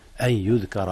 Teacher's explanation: هنا إدغام بغنة، أدغمت النون في الياء